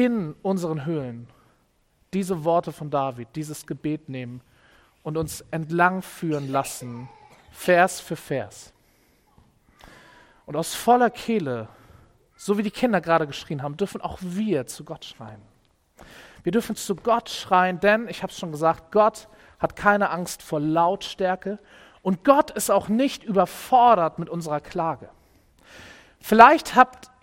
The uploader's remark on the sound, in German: Predigt im Rahmen des GreifBar+ Gottesdienstes